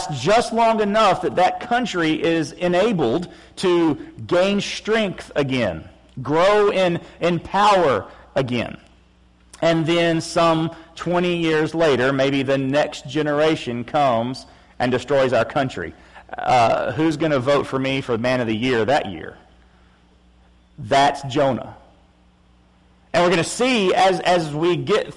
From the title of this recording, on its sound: August 7, 2016 PM Service